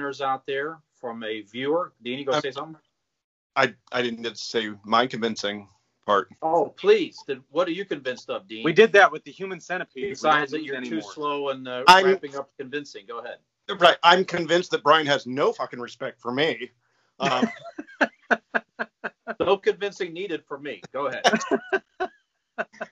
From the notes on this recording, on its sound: We recorded via video call for first time to remain safely distant as 2 of us were exposed to COVID (excuse our audio).